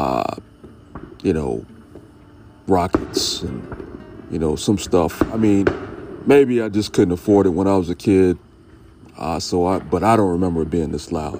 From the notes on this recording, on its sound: The Sound of Fireworks In My Neighborhood! Listen in on the nonstop, explosive fireworks in his neighborhood this Fourth.